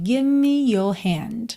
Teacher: você quase nem ouve o V. Porque você está vindo fazer o V, give, e já junta os lábios para o M.